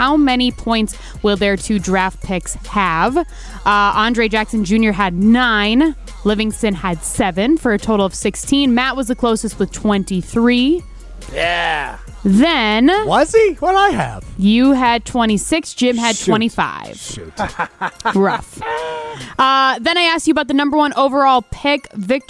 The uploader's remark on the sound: live from Ruth's Chris Steakhouse in Middleton